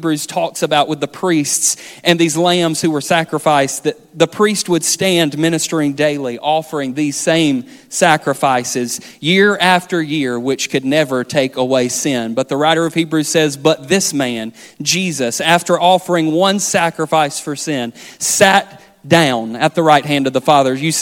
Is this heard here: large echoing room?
yes